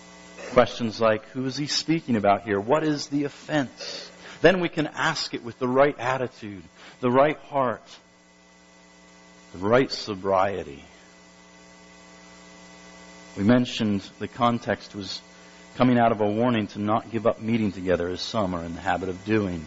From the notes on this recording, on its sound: Due to some technical difficulties, the recording quality is rather poor.